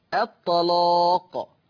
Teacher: سامعين صوت التغليظ للام؟ الطلاق. ما حكم اللام التغليظ قولا واحدا؟ والسبب لأنها مفتوحة ومسبوقة أو وقبلها طاء مفتوحة، وقبلها طاء مفتوحة. · Term: تغليظ اللام